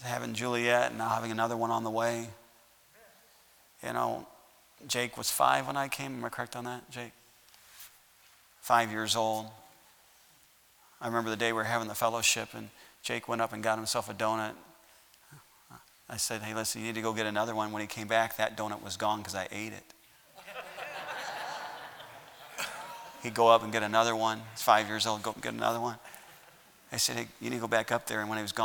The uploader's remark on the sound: at Heritage Baptist Church, Lawrence Kansas